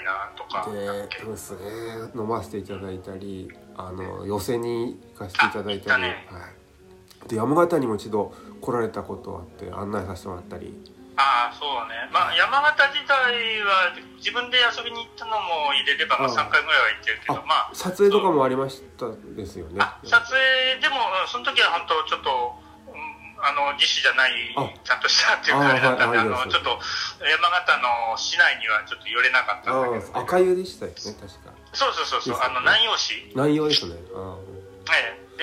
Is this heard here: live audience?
no